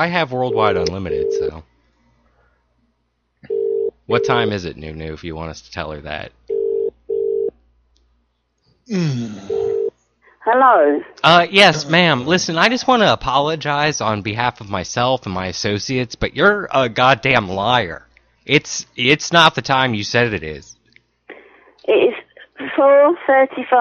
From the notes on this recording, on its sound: …'s Personal Prank Phone Calls Collection.